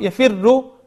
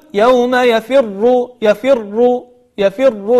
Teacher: الفاء مكسورة وبعدها راء مشددة مضمومة، فالراء هنا مفخمة · Shown in: second take